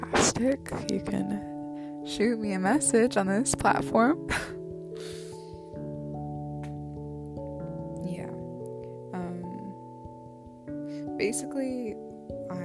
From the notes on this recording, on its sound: my apologies for the loud mic noises.